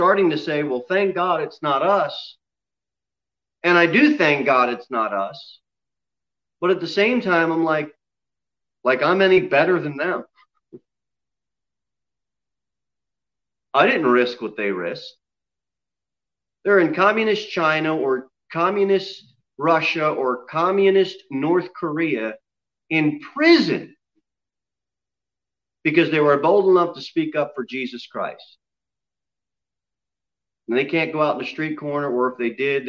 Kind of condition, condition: setting, large echoing room